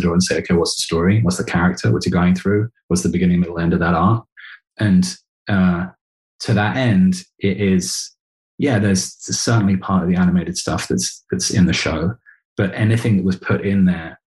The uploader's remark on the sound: sits down across Zoom with the show's director